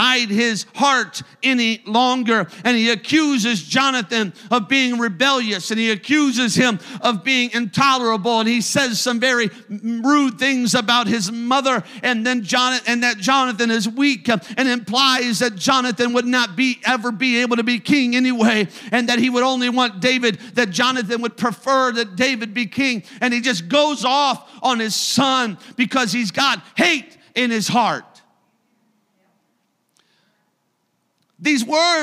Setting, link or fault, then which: setting, large echoing room